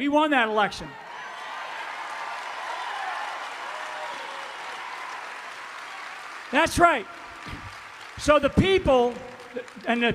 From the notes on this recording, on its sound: FULL SPEECH from Tulsa, Oklahoma. There was a standing ovation.